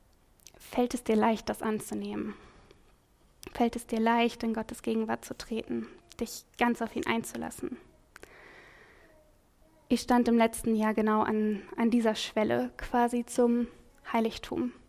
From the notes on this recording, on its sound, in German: Predigt im Rahmen des GreifBar+ Gottesdienstes